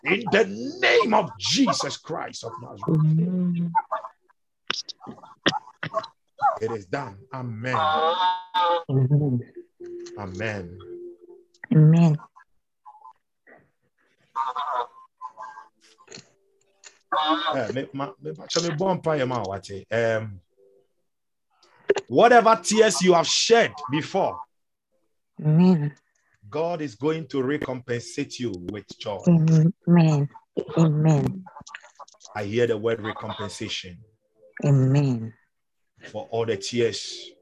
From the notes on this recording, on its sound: Zoom meeting